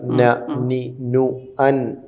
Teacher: മഹ്റജിൽ നിന്ന് നൂനിൻ്റെ മഹ്റജ് നാവിൻ്റെ അറ്റം മേലെ മുൻപല്ലിൻ്റെ ഊനിൽ തട്ടുമ്പോഴാണ് ന നി നു അൻ എന്ന ശബ്ദം ഒക്കെ വരുന്നത്.